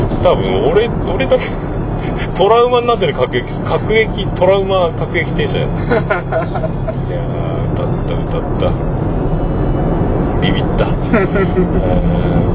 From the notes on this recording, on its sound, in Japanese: 送ってもらいながらの収録です。オルネポ奇跡の愛知県ラスト配信。